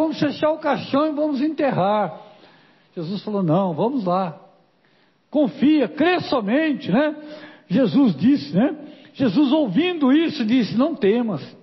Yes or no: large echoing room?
yes